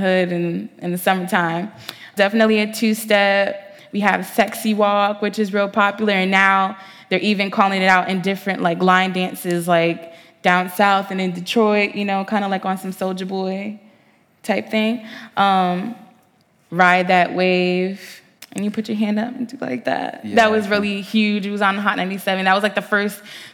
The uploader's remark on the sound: Live at Unsound festival